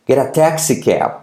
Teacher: La T de get como una R suave.